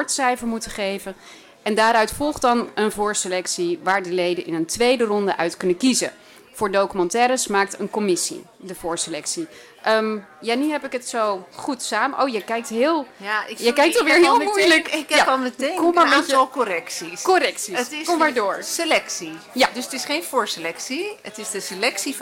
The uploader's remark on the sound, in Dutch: Het Ketelhuis is verkast naar het Nederlands Film Festival in Utrecht om daar dagelijks verslag te doen vanaf het filmfront.